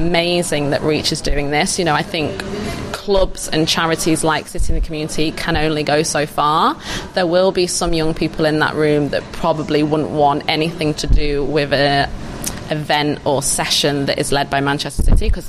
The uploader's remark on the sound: Reach Next Generation staged our latest Summit at The Etihad